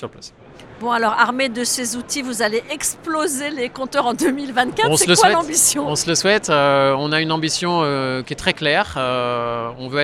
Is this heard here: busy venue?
yes